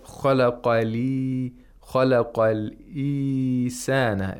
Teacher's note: He said خَلَقَ الْإِنسَانَ as if there was no nasalization.